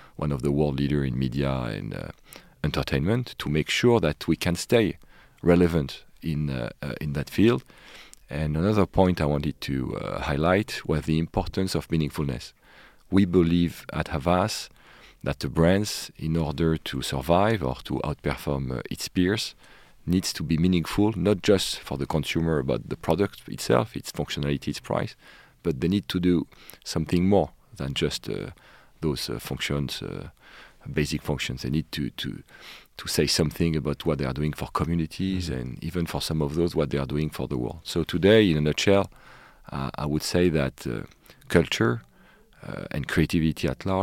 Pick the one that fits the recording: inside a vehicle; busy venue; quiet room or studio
quiet room or studio